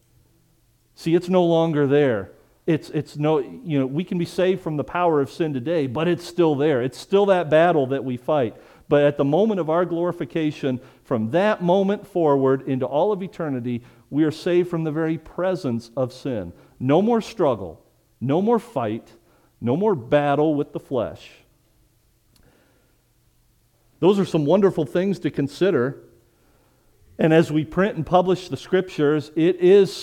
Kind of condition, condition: setting, large echoing room